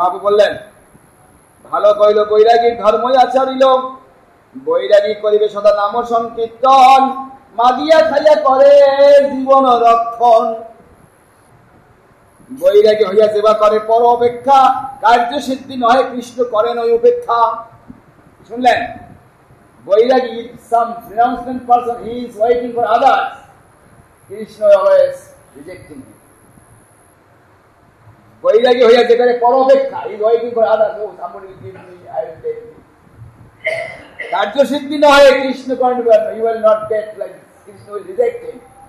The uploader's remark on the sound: A lecture given on 6 September 2010 in Sri Chaitanya Saraswat Math Nabadwip.